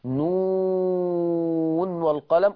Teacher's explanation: أظهر النون عند الواو حال الوصل · Term: اظهار